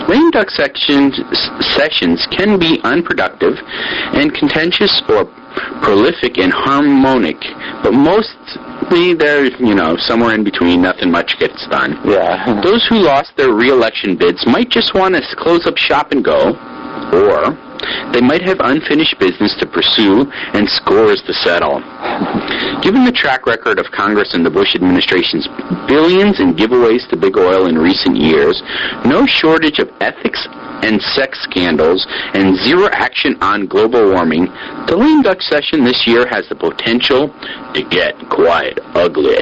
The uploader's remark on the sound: Our audio quality still kinda stinks for another week or two, but we’re working on it.